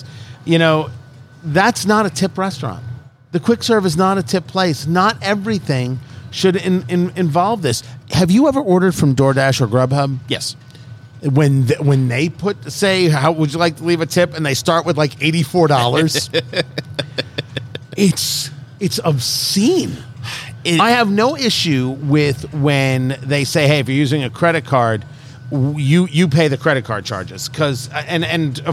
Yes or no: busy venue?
yes